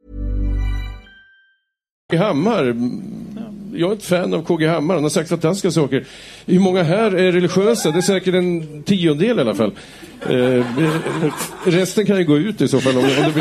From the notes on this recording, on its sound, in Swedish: Flumskolan är en satirpodcast av Galago och Aftonbladet kultur som spelas in live inför publik på Mosebacke etablissemang i Stockholm.